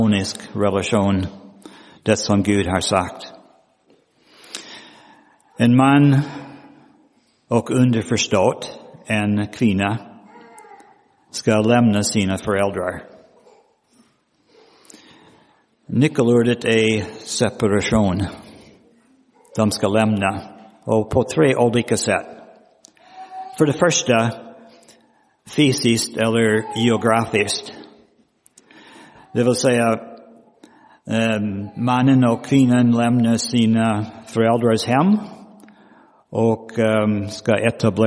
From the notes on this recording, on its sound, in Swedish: Inspelad i Roseniuskyrkan den 19 februari 2023.